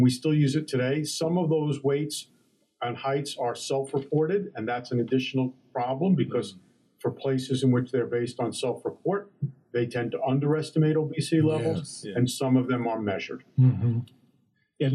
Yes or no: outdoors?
no